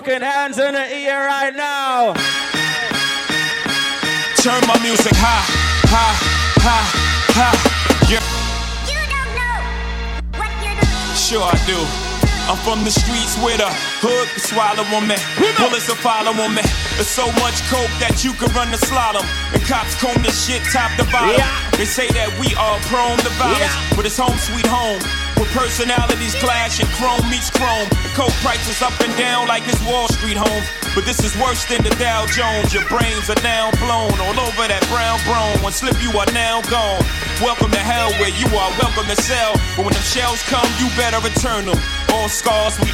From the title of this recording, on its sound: PREZZY XMAS PARTY 12.26.2015 MARYLAND LIVE AUDIO